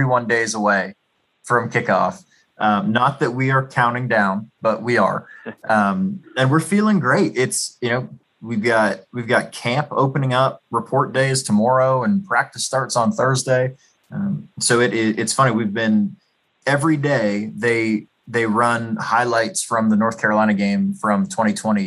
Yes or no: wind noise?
no